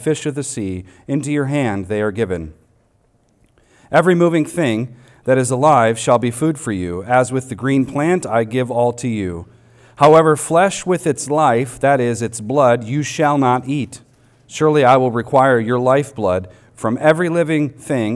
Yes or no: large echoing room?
yes